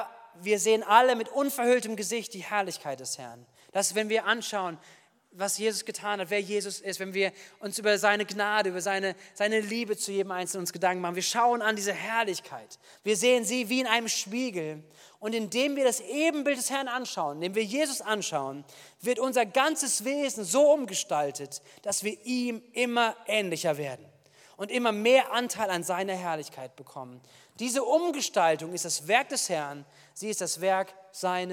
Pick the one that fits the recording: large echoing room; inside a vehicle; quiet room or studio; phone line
large echoing room